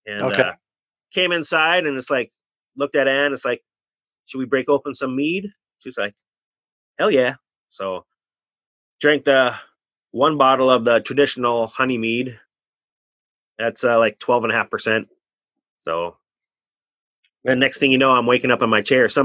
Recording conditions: video call